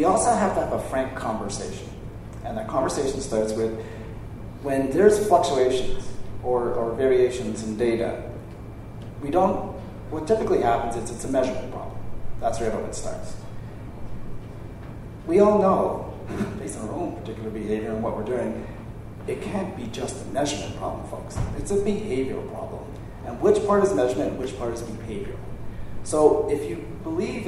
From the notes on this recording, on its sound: highlights from the Numeris Town Hall at the recent Western Association of Broadcasters' Conference, where those in attendance got to pose some hard questions